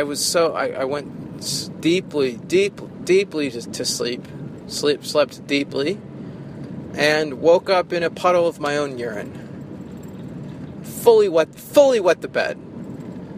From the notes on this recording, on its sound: From the Northeast Kingdom, a solo rambler recorded while driving around Vermont.